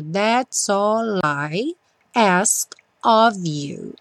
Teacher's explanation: E também juntamos o all com I. Então ficou That's all I ask of you of, novamente com som de V.